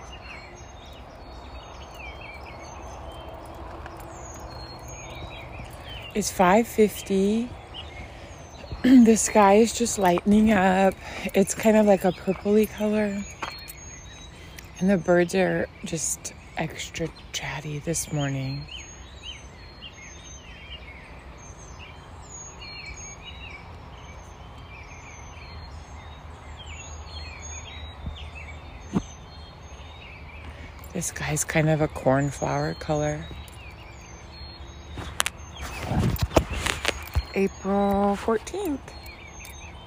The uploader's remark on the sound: NASHVILLE STREET SOUNDS